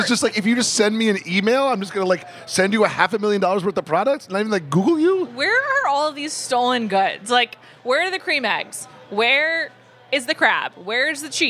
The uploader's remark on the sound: travel to Philadelphia to record this week’s episode while eating dinner at Zahav!